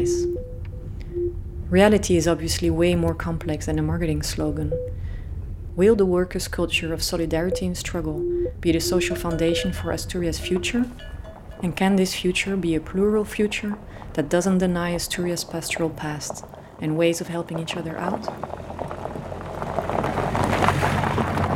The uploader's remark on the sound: Asturias, Spain. Once you arrive in Asturias you witness a morning full of farm stuff. On a silent sound walk through the industrial landscape that surrounds the farmhouse we stay. What a loud landscape it is!